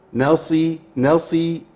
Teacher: الياء مرققه والنون مرققه قبل الصاد والياء بعديها مرققه وبعديها الراء مفخمه